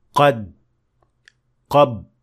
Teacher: when applying قَلْقَلَة properly, it would be possible to easily distinguish the د from the ب. And without it, these 2 sounds would be very similar. · Term: Qalqalah